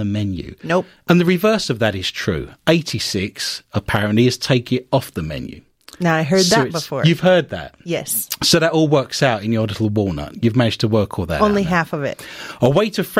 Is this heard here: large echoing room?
no